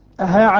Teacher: الهمزة والهاء والألف من أقصى الحلق